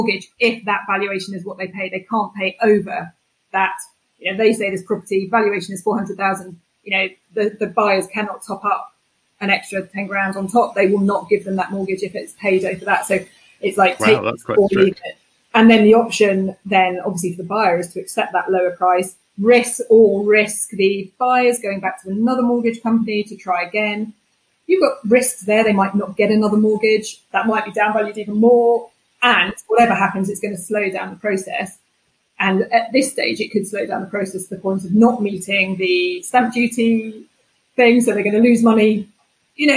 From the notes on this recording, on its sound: Please accept our apologies for some slight sound issues.